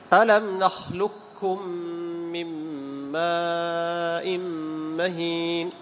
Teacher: القاف في الكاف، إدغاما كاملا تاما، بمعنى لا تظهر فيه صفة القاف للاستعلاء · Term: إدغام متجانسين